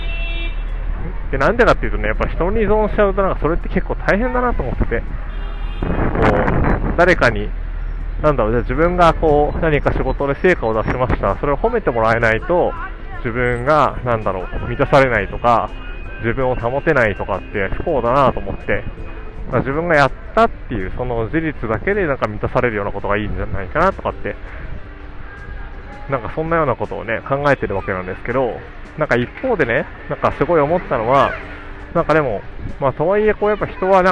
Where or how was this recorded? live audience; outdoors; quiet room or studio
outdoors